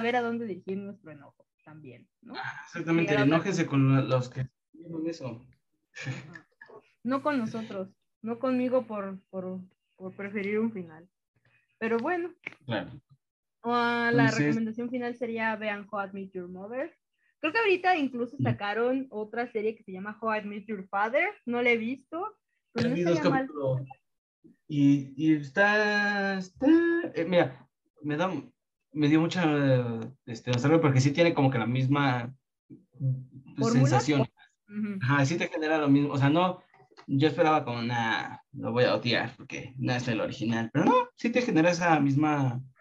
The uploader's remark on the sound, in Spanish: uno de los episodios con peor calidad de audio